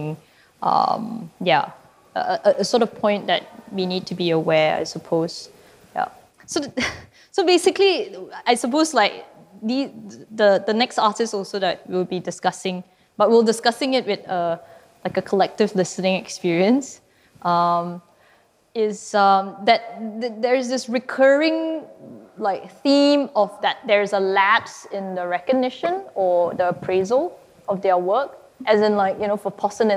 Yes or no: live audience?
yes